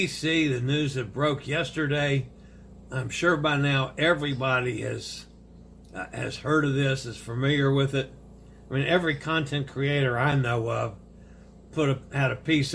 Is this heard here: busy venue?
no